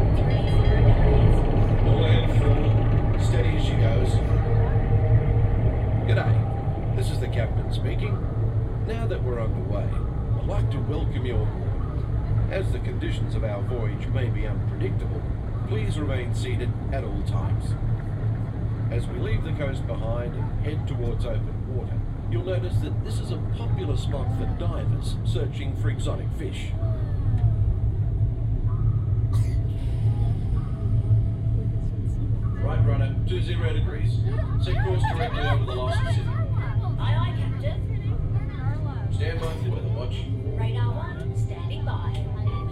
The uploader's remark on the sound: comes to you LIVE from Disneyland